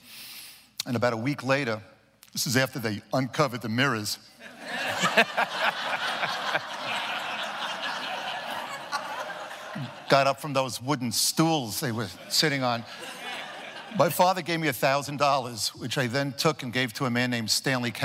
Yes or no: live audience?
yes